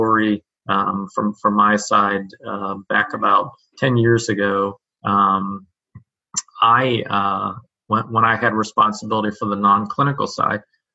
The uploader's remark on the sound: Webinar recording